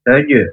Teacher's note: Ketika jim sukun itu mantul.